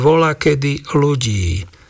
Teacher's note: Zachované sú tu aj mäkké, aj tvrdé spoluhlásky, to ť, do ď, na ň, len mäkká spoluhláska tu splynula s tvrdým L, čiže nemáme mäkké L, ale sa hovorí voľakedy ľudí.